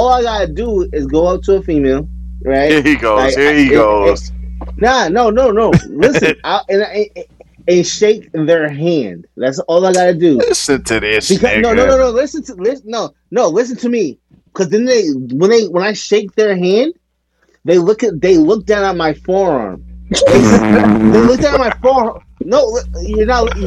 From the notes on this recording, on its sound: Sorry for the minor audio errors